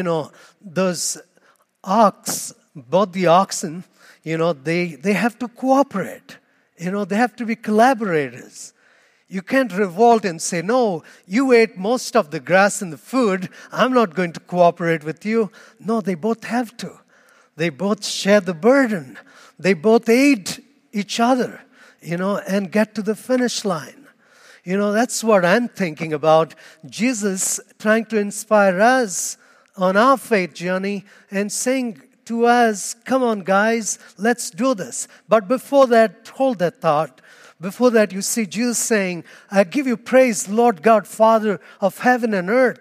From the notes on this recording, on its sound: Homily Audio